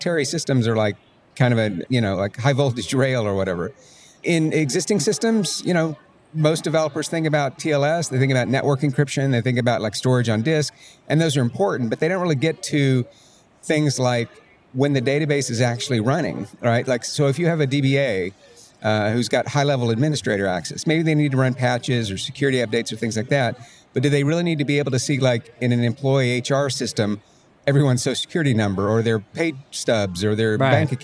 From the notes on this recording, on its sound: in a conversation recorded at MongoDB World, held last week in New York